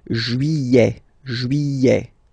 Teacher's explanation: Don't pronounce this final T, E-T here at the end.